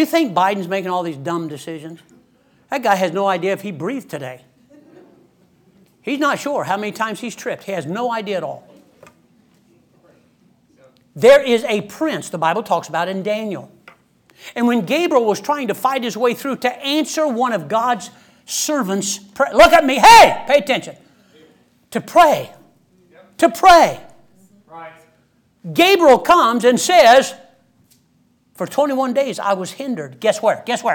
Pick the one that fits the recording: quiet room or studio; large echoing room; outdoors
large echoing room